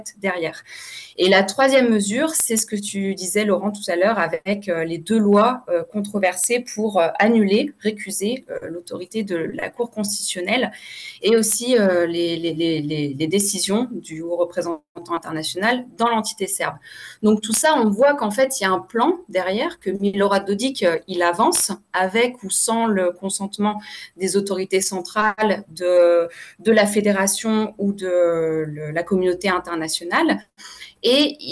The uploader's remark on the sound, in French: Replay | Webinaire